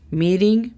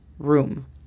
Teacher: Es muy importante que en estas tengamos en cuenta las pronunciaciones fuertes de las R's, ¿dónde van? Nota cómo en la palabra meeting tenemos la R, pero es mucho más suave. Mientras que en la palabra room es fuerte.